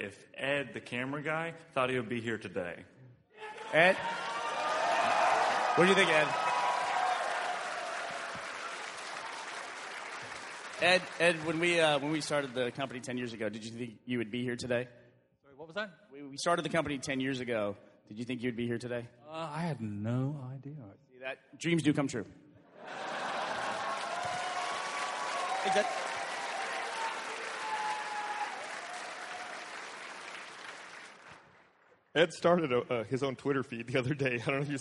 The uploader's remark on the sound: RT does it live from RTX 2013!